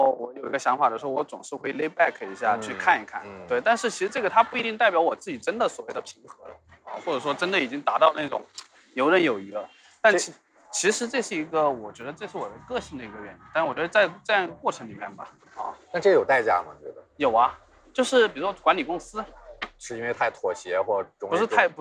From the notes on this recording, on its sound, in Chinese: 我去广州出差的间隙。来边溜达边唠嗑。但因为所走的路径信号干扰非常强，原始版本的录音效果非常差，有非常多的电流声。这期播客的听感还是有一些瑕疵。从广州的东山口开始。专挑人迹罕至的小巷子里走。